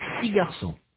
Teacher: The letter X does not represent a sound. Six and dix end with a vowel sound.